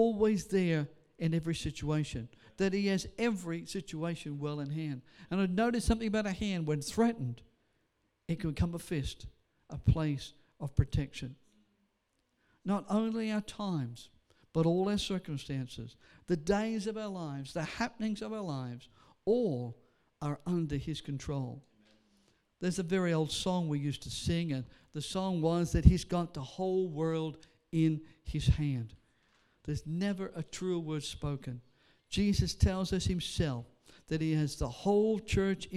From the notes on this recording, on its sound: Sunday service preaching recorded on 11th of August